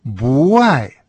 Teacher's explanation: В частности, отрицание «бу» вообще-то произносится с четвертым тоном, так же, как и слово «любить» – «ай». Но если у нас есть словосочетание «не любить», то отрицание приобретает второй тон – буай.